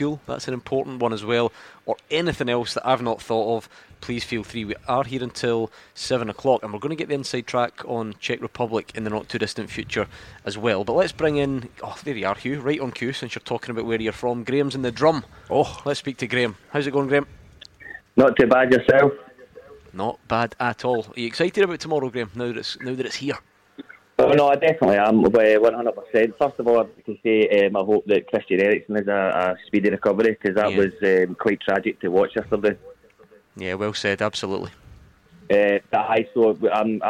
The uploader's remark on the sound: live from Scotland HQ at Drygate Brewery